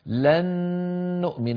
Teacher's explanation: قل لا لن نؤمن، لن آخرها نون ساكنة، نؤمن أولها نون مضمومة، لن نؤمن أدغمنا النون الأولى في النون الثانية فصارت نونا مشددة